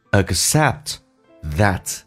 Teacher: pieces 长元音，嘴角往后咧到极限， piecesYou have to,打开口腔， You have to accept that. Accept T 不发音，只要略音，后面是一辅音开头